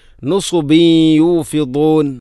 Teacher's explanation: നുസുബീ യൂഫിദൂൻ, ബ എന്ന അക്ഷരത്തിൽ കസ്റു തൻവീൻ, തൻവീനു ശേഷം യ വന്നാൽ ഇദ്ഗാം നാഖിസ് എന്ന നിയമമാണ്. അവിടെ തൻവീനിനെ യയിലേക്ക് കൂട്ടി ലയിപ്പിച്ചുകൊണ്ട് ശദ്ദില്ലാത്ത രൂപത്തിൽ ഉന്നത്തോടുകൂടി ഓതണം